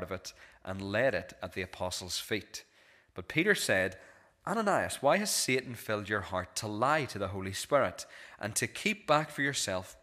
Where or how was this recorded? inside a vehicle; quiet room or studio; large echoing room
large echoing room